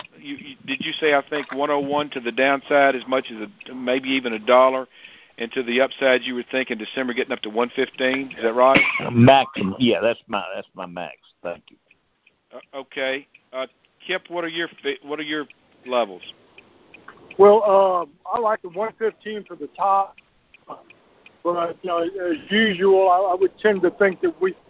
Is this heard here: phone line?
yes